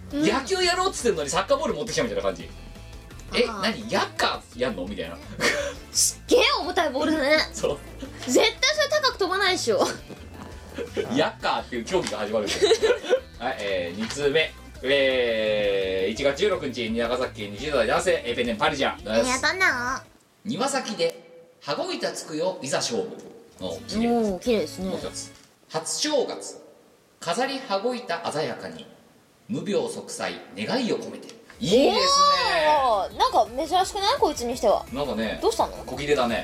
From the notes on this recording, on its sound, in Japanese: 収録時の機材トラブルか、全体的にノイズが乗っています。ある程度対処してはおりますが、トーク部分にかかったものは、ほぼそのままとなっております。